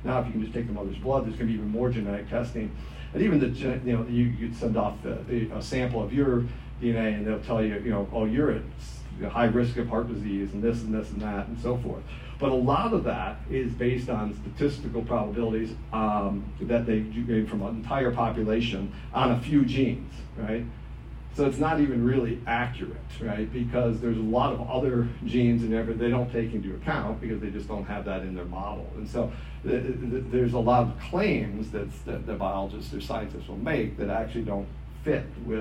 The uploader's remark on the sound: This lecture was given on July 15th, 2023, at the "Thomistic Philosophy & Natural Science Symposium" at the Dominican House of Studies.